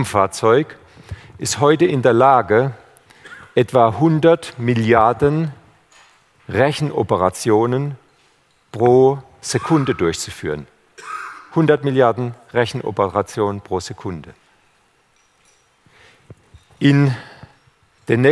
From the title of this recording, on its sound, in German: beim auto motor und sport Kongress 2019